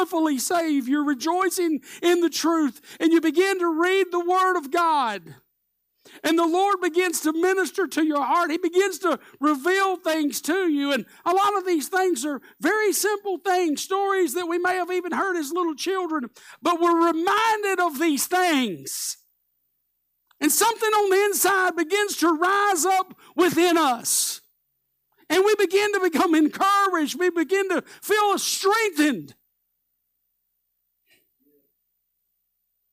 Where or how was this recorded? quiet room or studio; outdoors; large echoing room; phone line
large echoing room